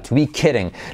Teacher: fíjate que tenemos la I como una E